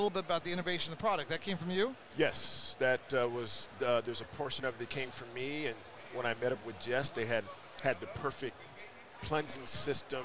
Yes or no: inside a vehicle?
no